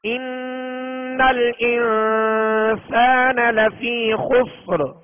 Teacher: نون ساکن کے بعد سین حروف اخفاء میں سے ہے، حروف یرملون میں سے نہیں، حروف حلقی میں سے نہیں، حرف با نہیں، تو اب یہ حروف اخفاء میں سے، لہذا ایک الف کی مقدار میں غنہ کریں گے اخفاء کا، یعنی ناک میں آواز کو ایک الف کی مقدار میں چھپائیں گے